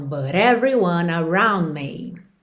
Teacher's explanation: também T com rarara no final desse but, porque eu tô ligando com everyone